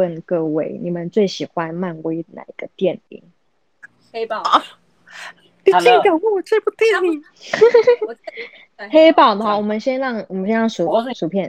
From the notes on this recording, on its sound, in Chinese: 這集我們第一次用了遠端錄音。所以沒有調整好每個人的音量大小。